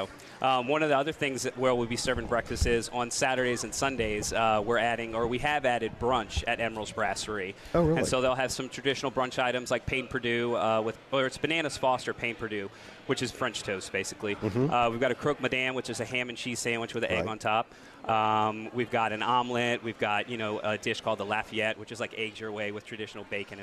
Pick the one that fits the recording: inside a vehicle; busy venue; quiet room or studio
busy venue